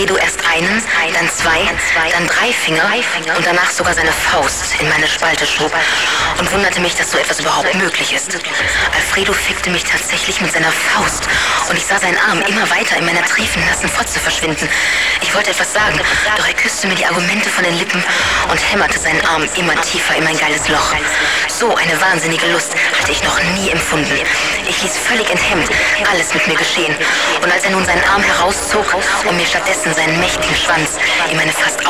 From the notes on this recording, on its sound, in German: Love Music Festival 2017 - Livemitschnitt. Love Music Festival 2017 - Elbauenpark Magdeburg.